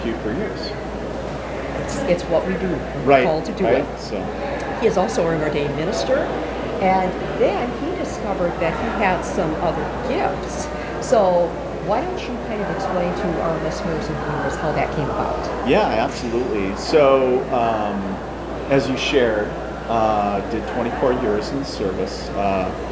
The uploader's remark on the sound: Recorded at MI Paracon 2023